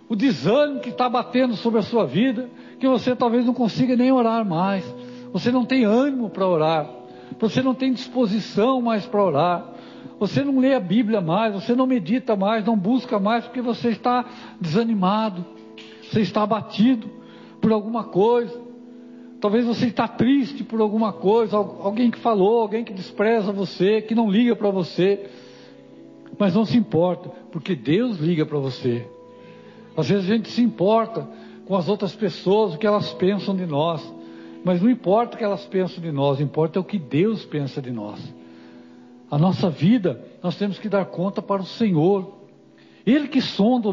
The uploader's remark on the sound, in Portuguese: Culto gravado 30/09/2022 - Culto de Cura e Libertação.